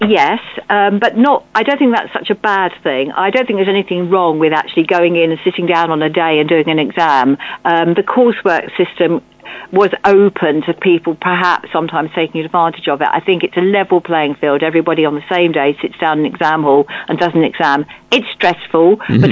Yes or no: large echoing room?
no